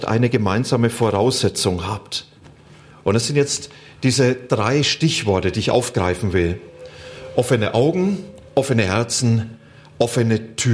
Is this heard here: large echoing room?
yes